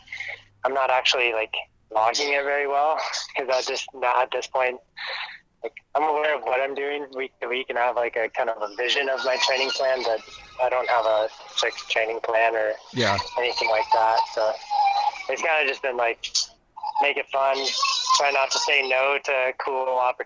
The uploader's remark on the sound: we caught him en route to Slovenia for a quick phone call.